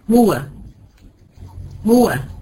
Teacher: الواو بتاعت هو تخرج من الشفتين بانضمامهما · Term: ضمة مخرج